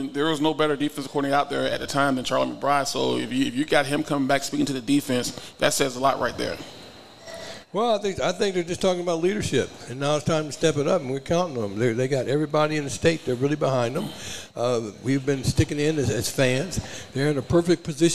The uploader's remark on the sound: Live at the Hurrdat Sports Bar & Grill